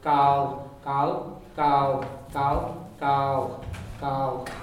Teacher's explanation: Gal, the other one hits, the double L hits the tongue, hits the teeth very strongly.